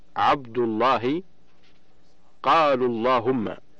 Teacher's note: وفخم اللام من اسم الله عن فتح أو ضم كعبد الله